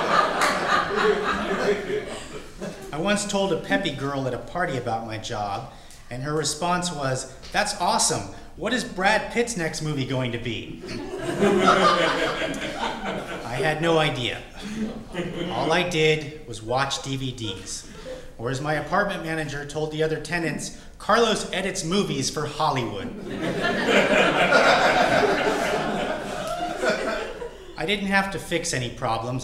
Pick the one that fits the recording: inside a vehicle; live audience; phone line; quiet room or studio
live audience